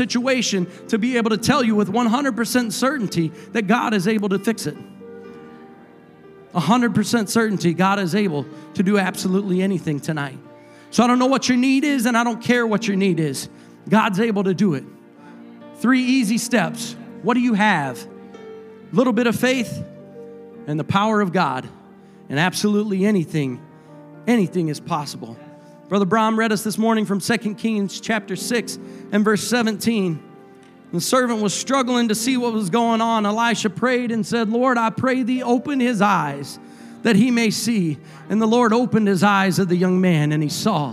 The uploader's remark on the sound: a service recording from Connect Point UPC